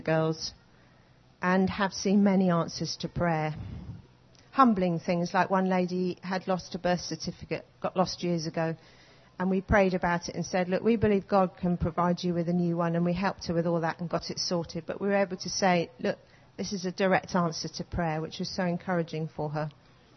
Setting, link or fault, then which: setting, live audience